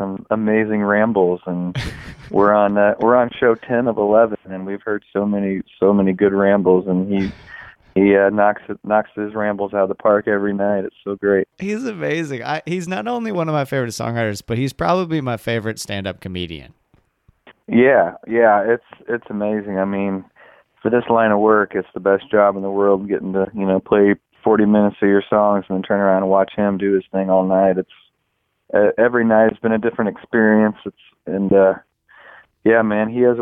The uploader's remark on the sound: We caught up